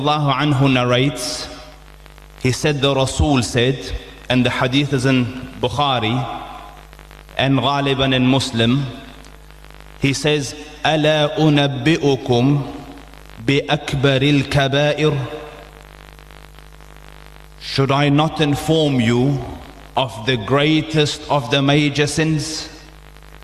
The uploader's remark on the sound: delivered the guest lecture at Masjiedul Furqaan in Lansdowne